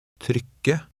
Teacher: being careful with the sound of the R, which is slightly trilled.